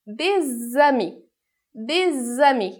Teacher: Aqui a diferença é que a gente vai produzir um som a mais, que é o som de Z. · Term: liaison